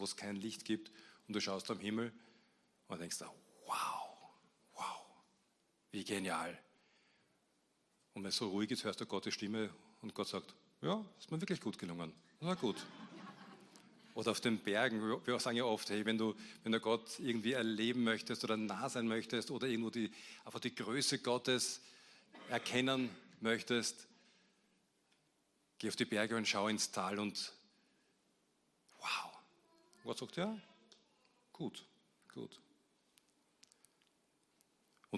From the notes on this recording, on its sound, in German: Gottesdienst live aus der LIFE Church Wien.